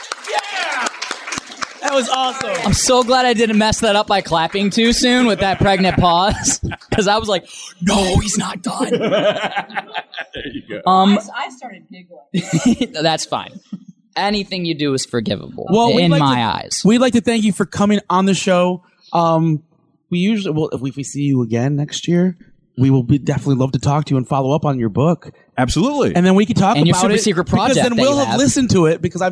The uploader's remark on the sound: The RACK Show, Live at Midwest Media Expo!